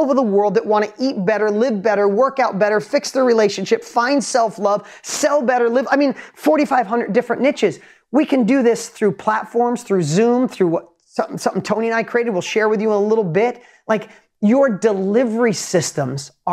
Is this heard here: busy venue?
no